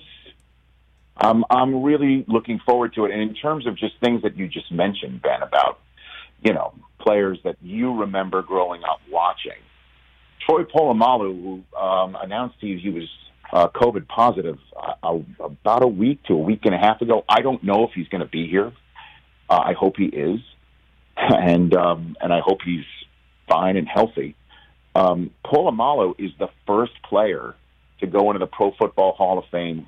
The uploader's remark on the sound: calls in from Canton, Ohio